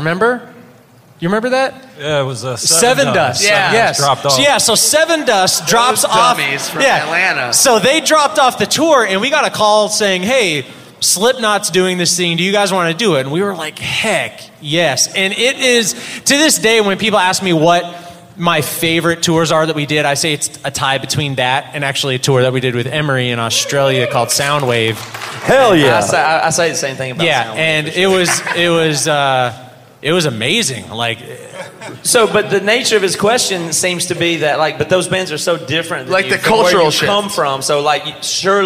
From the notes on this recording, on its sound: BC Live in Tampa.